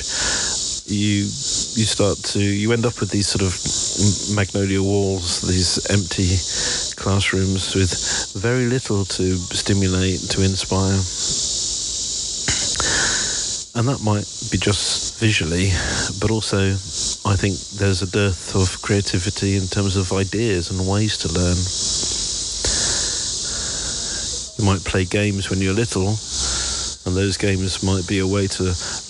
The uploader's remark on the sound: Here are a selection of short audio clips, often recorded on the move as I'm traveling, these include letters to home from our new life in Pittsburgh, but also postcards from other places.